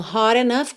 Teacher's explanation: hot enough com rarara na ligação desse T